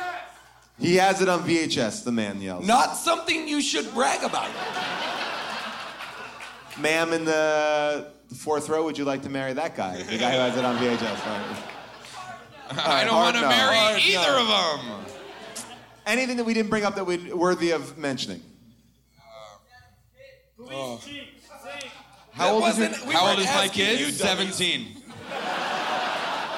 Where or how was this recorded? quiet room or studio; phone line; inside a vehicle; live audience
live audience